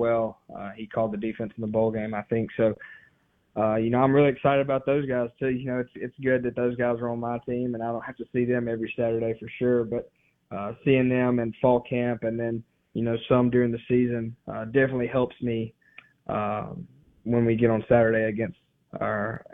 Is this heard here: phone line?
yes